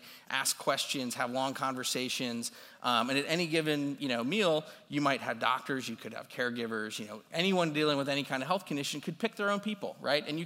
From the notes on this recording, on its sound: this recording is from his talk at CMX Summit